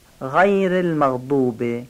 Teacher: برعکس قاف که باید محکم میگفتیم، غین رو بس سست بگیم